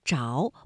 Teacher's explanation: 在表达动作结果的时候呢，我们要读着，不能读轻声遮